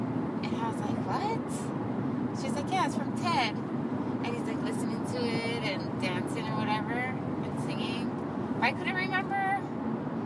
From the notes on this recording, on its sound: Most of this episode was recorded in our car while driving home from hula.